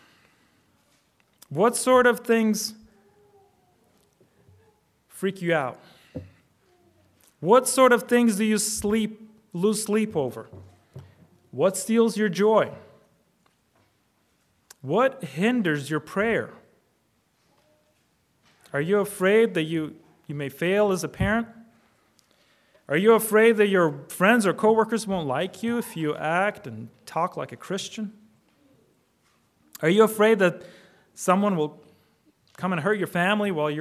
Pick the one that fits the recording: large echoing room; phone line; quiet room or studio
large echoing room